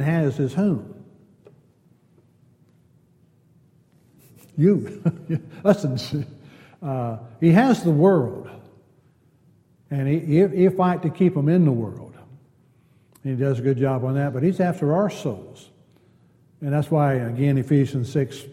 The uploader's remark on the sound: Wednesday Night Class. Downtown Church Of Christ Audio Sermon.